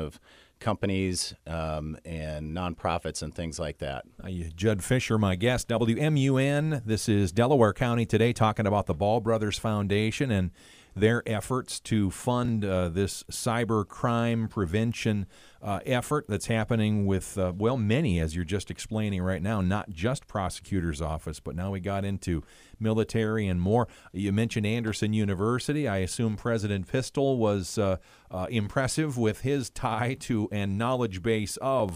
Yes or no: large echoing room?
no